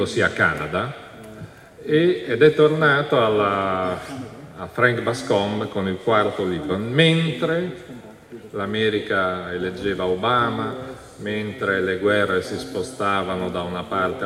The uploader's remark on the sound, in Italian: al Festivaletteratura 2015